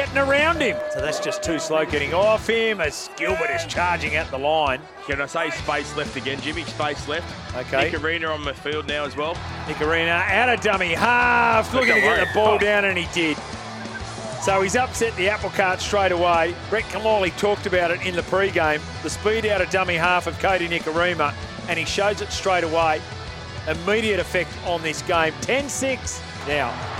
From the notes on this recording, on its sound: Live coverage from MacDonald Jones Stadium in Newcastle.